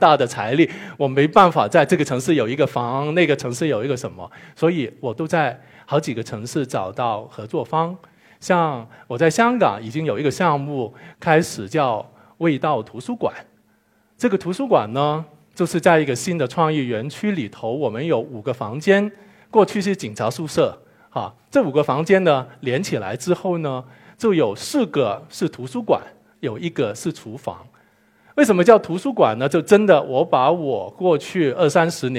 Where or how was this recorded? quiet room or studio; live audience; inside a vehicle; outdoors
live audience